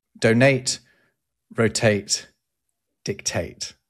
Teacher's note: So you put the stress on the second syllable.